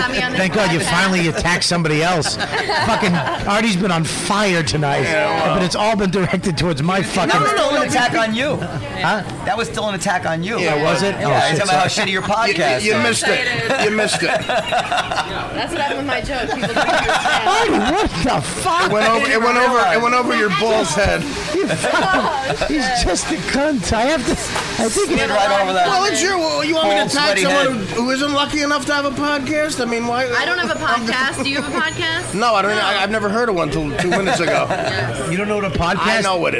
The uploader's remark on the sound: live broadcast from the Comedy Cellar